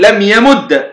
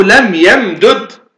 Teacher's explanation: فلك أن تقول لم يمد بالإدغام أو لم يمدد بفك الإدغام. إذا قلت لم يمد يمد أدغمت الدال في الدال وإذا قلت لم يمدد وإذا قلت لم يمدد فهنا قمت بفك ماذا قمت بفك الإدغام.